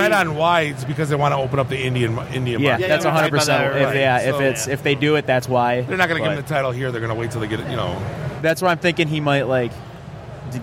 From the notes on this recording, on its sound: Live from Motor City Comic Con